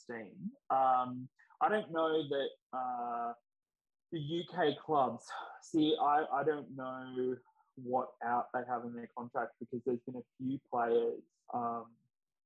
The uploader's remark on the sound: WARNING: We had major issues with our recording for this one, unfortunately! You'll be listening to a Zoom call. Sorry about the audio!